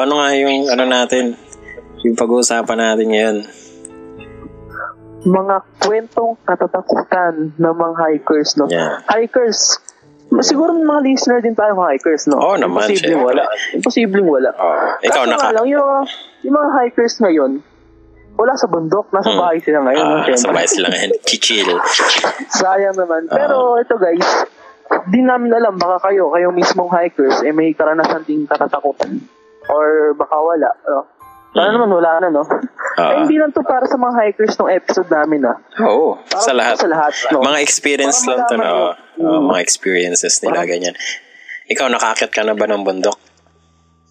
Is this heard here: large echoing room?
no